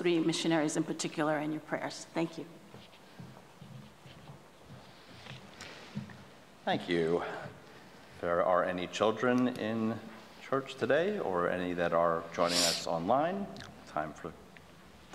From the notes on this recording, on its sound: At Pender UMC Traditional Worship on Sunday, September 3, 2023 at 9:00 am